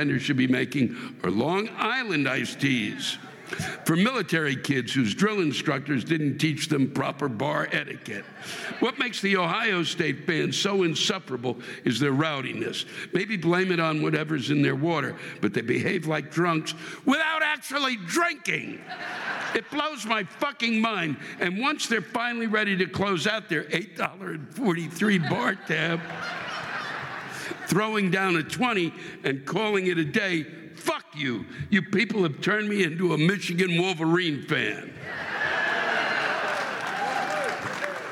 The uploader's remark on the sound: This week’s live rants come from the Orpheum Theater in Los Angeles, California.